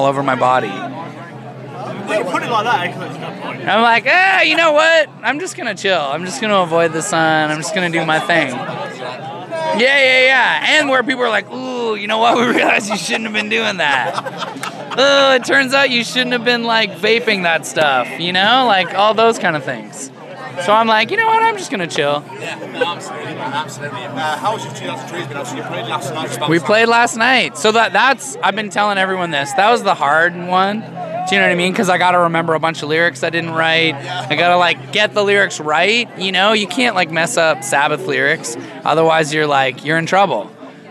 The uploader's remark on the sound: From our 'Live from 2000 Trees 2023' series.